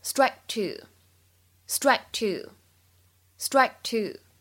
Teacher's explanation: strike two 出现在一起的时候呢，可以做一个失去爆破 · IPA: /straɪk/ /tuː/